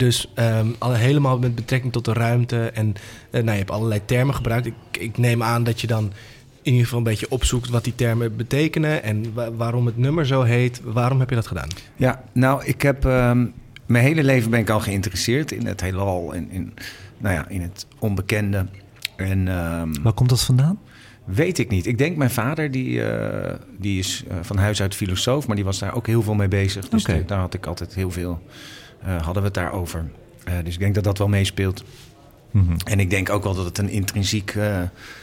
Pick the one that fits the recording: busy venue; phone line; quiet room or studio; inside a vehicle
busy venue